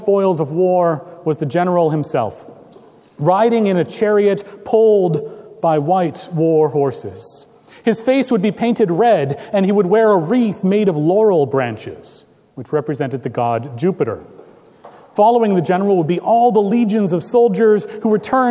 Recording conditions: large echoing room